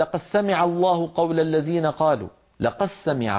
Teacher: فيدغمون الدال في السين